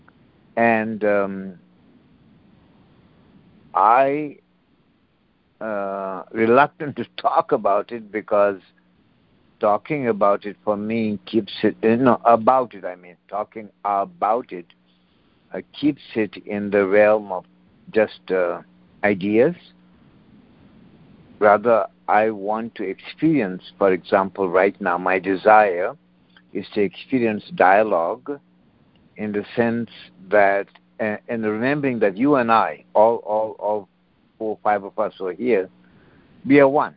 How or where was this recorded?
phone line